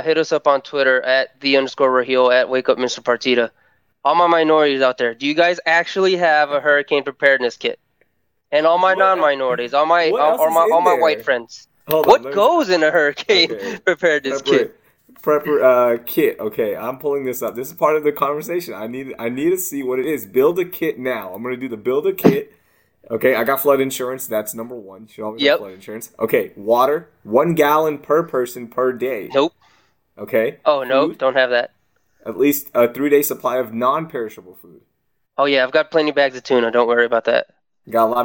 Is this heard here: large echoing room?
no